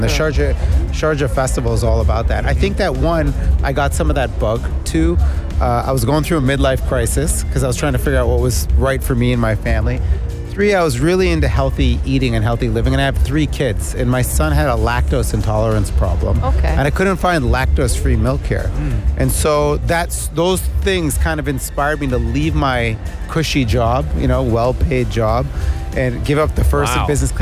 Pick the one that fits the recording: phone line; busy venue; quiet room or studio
busy venue